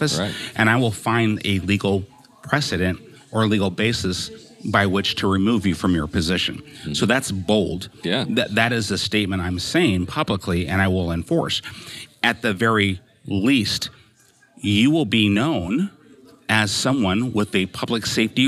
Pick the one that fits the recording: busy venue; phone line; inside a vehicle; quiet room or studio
busy venue